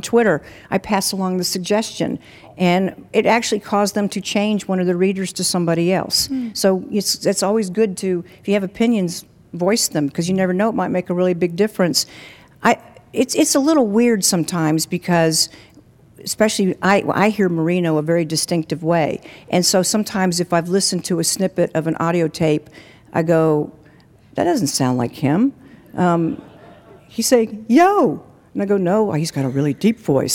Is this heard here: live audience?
yes